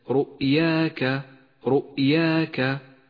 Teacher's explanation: فخمت الراء في هذه الكلمة لأنها مضمومة